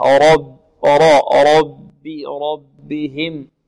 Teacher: الراء مفخمة والباء مرقة